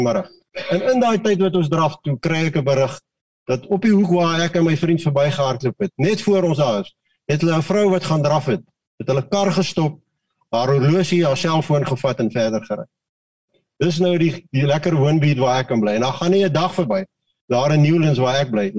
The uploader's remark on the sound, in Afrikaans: Manne van die Woord Zoom Byeenkoms.